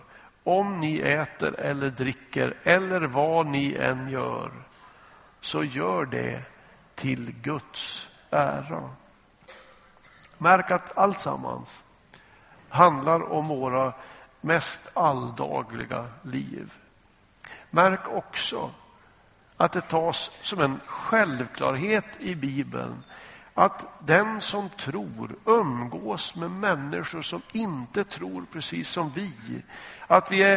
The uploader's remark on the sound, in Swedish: Inspelad i Smyrnakyrkan, Göteborg.